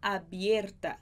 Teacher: em espanhol a gente vai falar abierta, com um E fechado. Ela é mais aberta na extremidade.